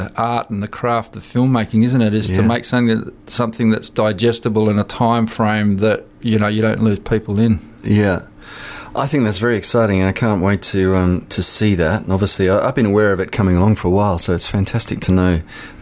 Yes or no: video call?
no